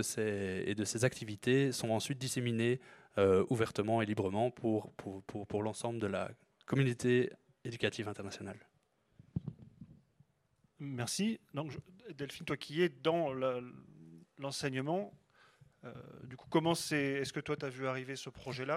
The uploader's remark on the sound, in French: Enregistré au REC Toulouse 2022.